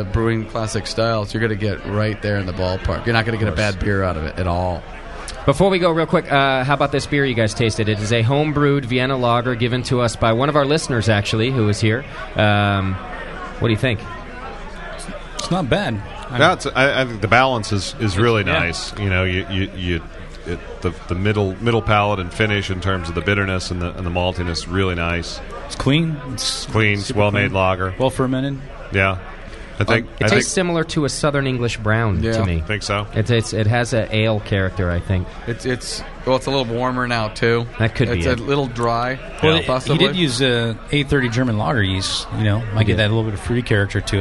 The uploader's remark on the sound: An episode broadcast live from the National Homebrew Competition!